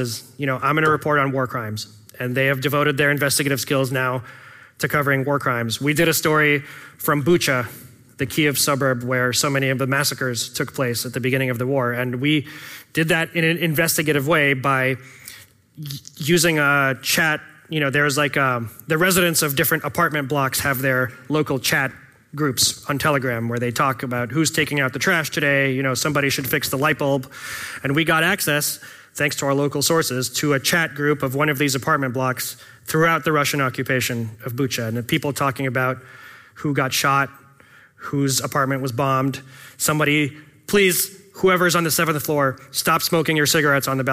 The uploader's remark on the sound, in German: Mitschnitt von der DOSSIER-Konferenz 2023